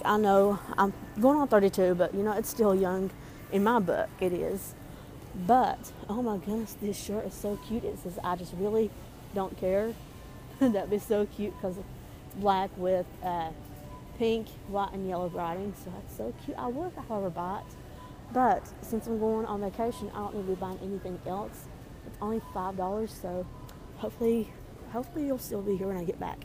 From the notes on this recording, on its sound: Recording This episode In Walmart. I wanted to have a bit of fun while shopping so we decided to vlog and Record today’s vlog.